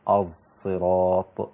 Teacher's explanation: اذا دققت في السمع فتصير هي صاد مشماه بالزاي